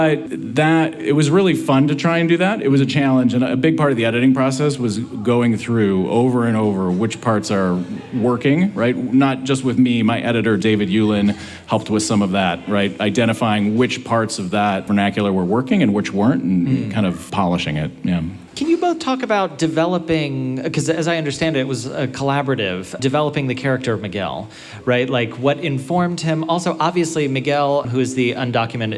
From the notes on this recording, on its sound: LARB Radio was live at The Last Bookstore in Downtown LA this past Sunday at the Book Release Party. Captivated the overflow crowd.